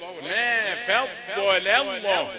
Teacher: اللام الاولى رقيقه، اللام لفظ الجلاله مفخمه